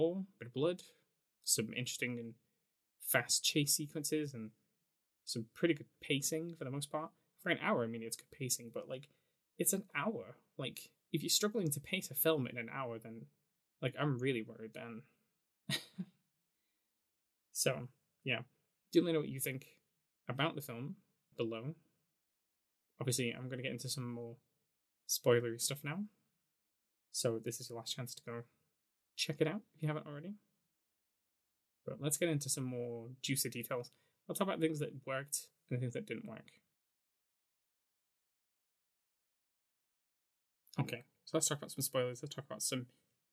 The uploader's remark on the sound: minor issues with audio quality